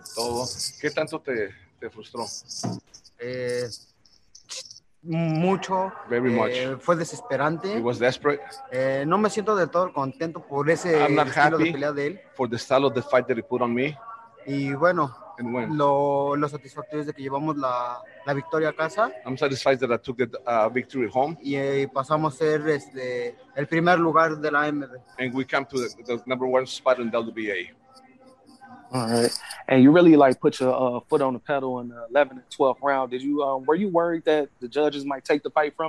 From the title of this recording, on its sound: Post Fight Press Conference